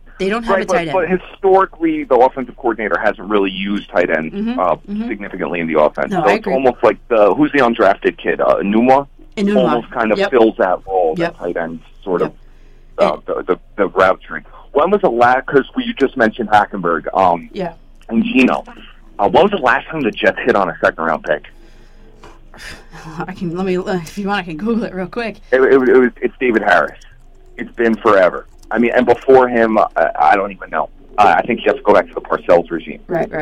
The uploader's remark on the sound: Phone call